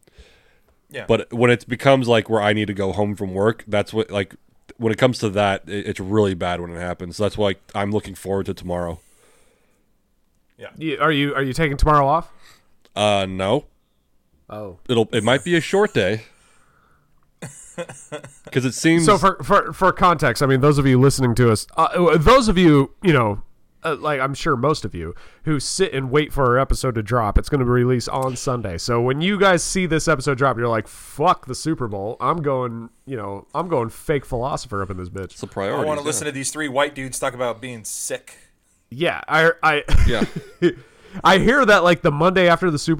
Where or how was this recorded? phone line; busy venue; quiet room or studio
quiet room or studio